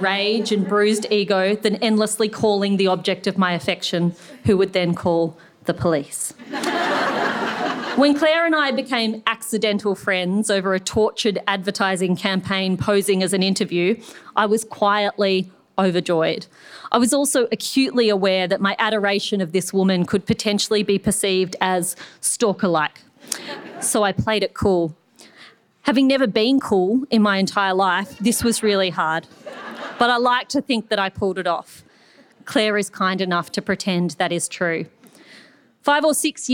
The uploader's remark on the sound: This is a live recording from our event.